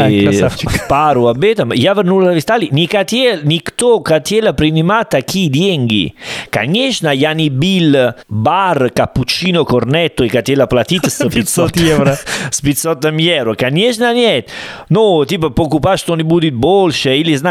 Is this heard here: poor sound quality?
no